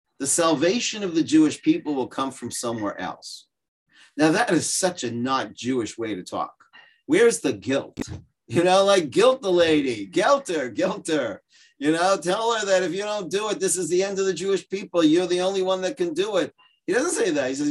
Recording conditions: video call